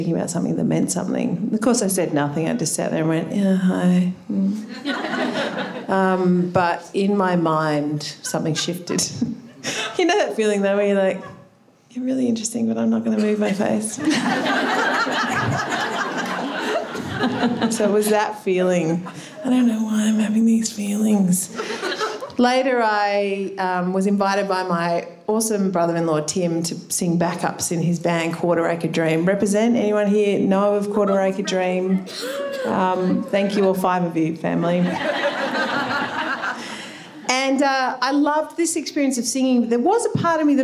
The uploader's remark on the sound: This is a live recording from our event.